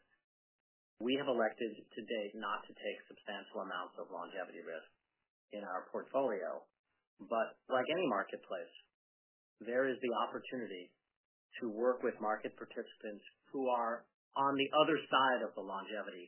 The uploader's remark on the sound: Earnings Conference Call